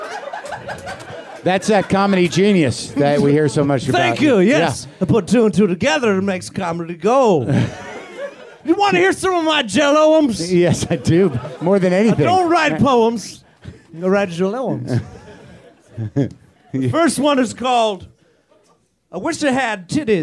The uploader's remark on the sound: WTF brings the house down with another live show at the UCB Theare in Los Angeles